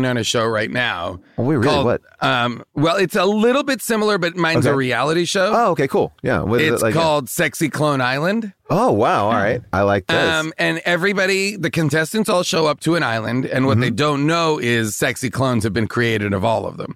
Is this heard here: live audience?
no